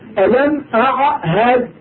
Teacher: تجدون أن هناك حروف ثلاثة منبعثة من الحنجرة، الهمزة والعين والهاء، صحيح حروف الحلق، أعهد، فهذه حروف ثلاثة جاءت متوالية من